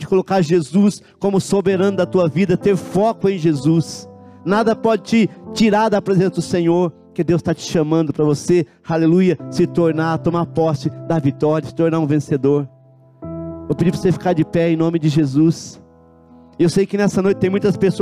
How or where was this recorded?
large echoing room